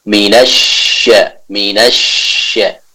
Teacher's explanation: Tadi yang kami dengar atau suara yang masuk itu masih kurang sempurna dari segi sifatnya, itu sifat tafasyi, adanya udara yang harus kita leburkan ketika kita membaca huruf shin tersebut